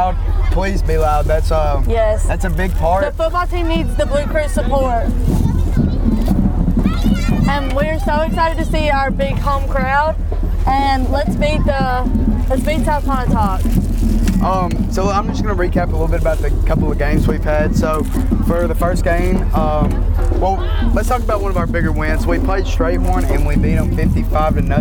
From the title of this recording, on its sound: Live from the homecoming parade!